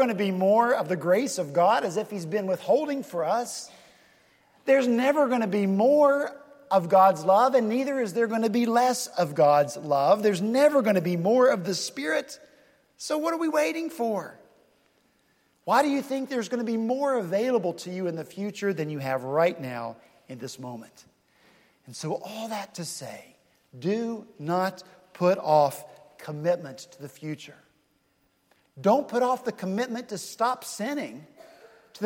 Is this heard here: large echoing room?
yes